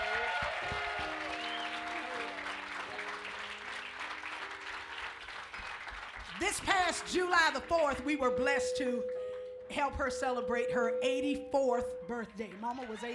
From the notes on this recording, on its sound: Live at Watermelon Park Fest 2014. At the end of Watermelon Park Fest 2014 in Berryville, Virginia.